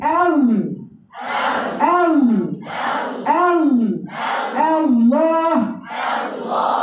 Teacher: انتقلي من ترقيق الهمزه لتفخيم اللام.